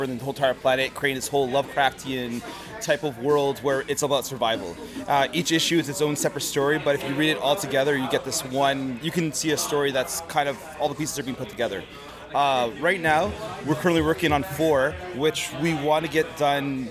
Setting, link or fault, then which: setting, busy venue